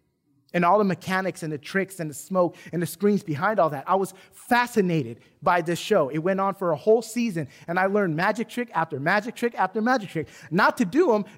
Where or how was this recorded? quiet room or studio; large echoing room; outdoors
large echoing room